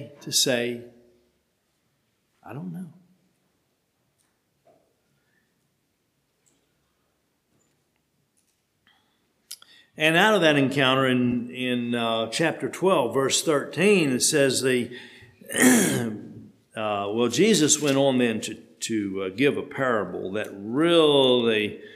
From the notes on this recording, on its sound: Sermon preached at HMC.